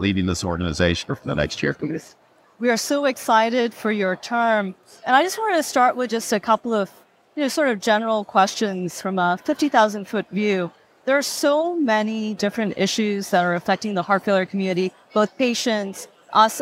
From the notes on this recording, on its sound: On this episode, we bring you interviews recorded live at the HFSA Annual Scientific Meeting in early October 2023.